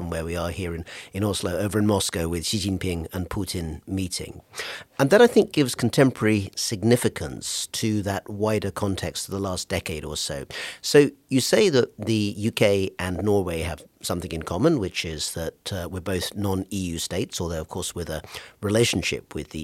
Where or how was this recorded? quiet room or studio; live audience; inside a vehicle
quiet room or studio